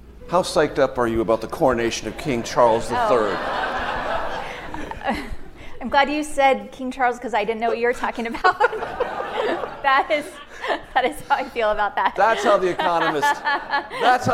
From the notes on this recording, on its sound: This conversation was recorded on May 5, 2023 at the McCain Institute's 10th Annual Sedona Forum in Sedona, Arizona.